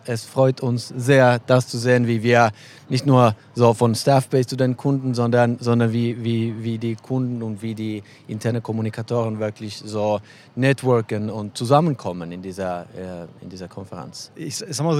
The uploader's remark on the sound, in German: Live-Interviews auf der Voices. Live auf der Voices 2023.